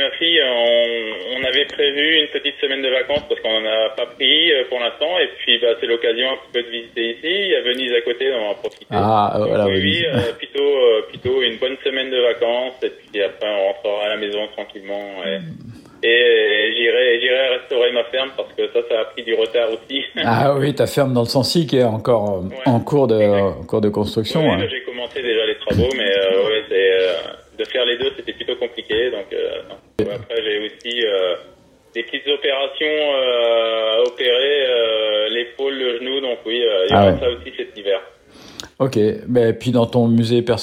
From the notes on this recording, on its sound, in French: j’appelle au téléphone